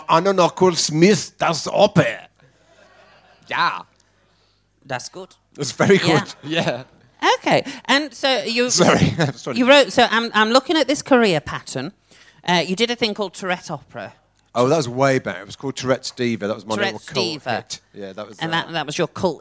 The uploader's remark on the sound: Recorded in front of a Live audience at London's Royal Vauxhall Tavern.